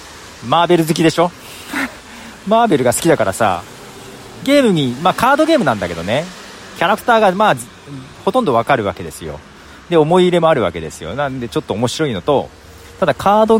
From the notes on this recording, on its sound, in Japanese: 雨の中、塾の前。塾の息子を待っていながらの録音。昼過ぎはなかなかの雨でした。